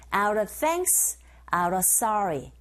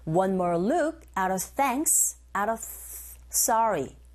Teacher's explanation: 자, 여기서는 전치사 of 뒤에 모두 다 자음이 나왔어요. 이런 경우 of의 F 소리는 V 발음이죠. 얘가 생략됩니다.